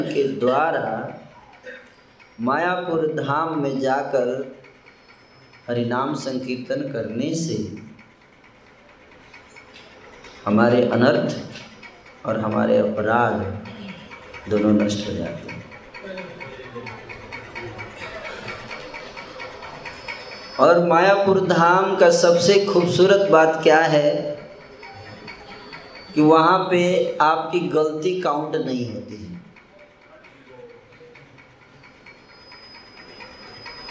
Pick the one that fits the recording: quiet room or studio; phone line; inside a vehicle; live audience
live audience